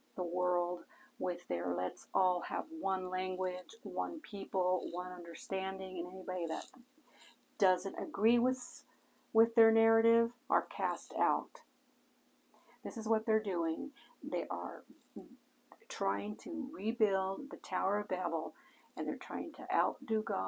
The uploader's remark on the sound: Warning: lots of noise on this podcast. I couldn’t help the background noise level.